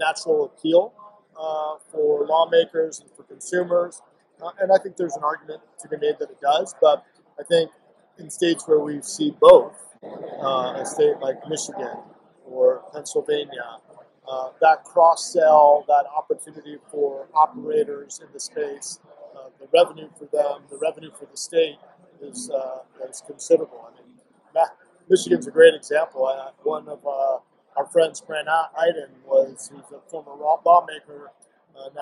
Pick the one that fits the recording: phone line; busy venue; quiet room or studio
busy venue